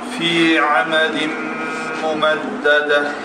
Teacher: Demək, idham mağruna baş verdi. Fi amədin, bu zaman nun səsi tamamilə itir